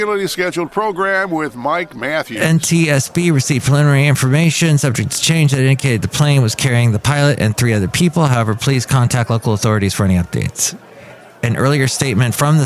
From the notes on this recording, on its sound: podcasts live from Café Anyway